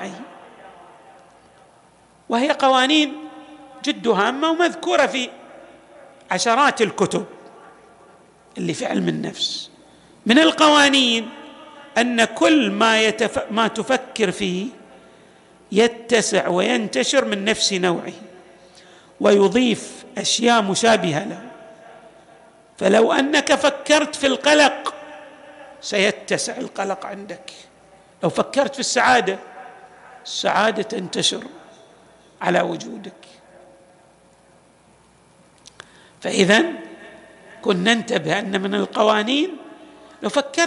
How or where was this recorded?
large echoing room